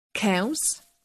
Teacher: When both ę and ą appear before the consonant s, they keep their nasality.